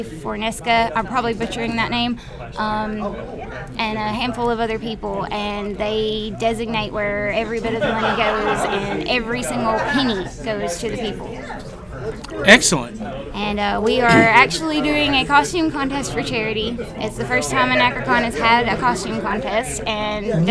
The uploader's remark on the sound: Live from Anachrocon in Atlanta Georgia!